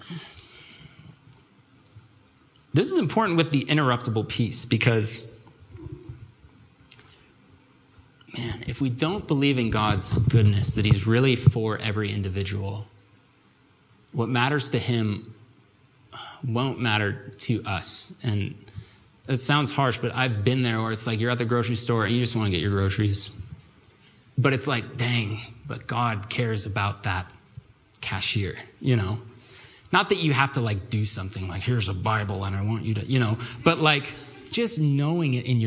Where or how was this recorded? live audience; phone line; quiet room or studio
live audience